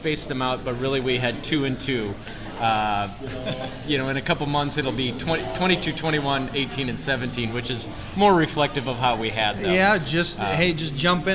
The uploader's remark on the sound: Live At Labbie's Sports Bar & Grill.